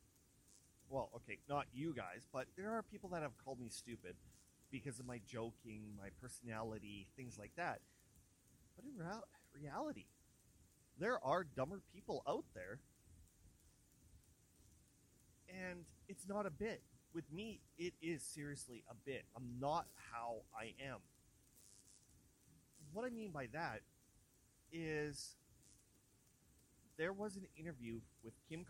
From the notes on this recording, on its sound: It sounds clearly now. It's been a while since I had my mic but I'm very happy with the results except it's a little quiet.